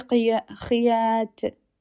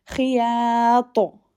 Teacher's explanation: Make sure the to has a qalqala here · Shown in: second take · Don't say khiyat.